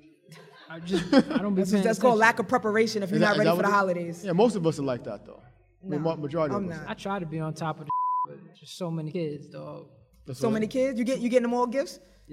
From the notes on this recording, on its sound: Live Show at BXLIVE. Recorded at bxlive.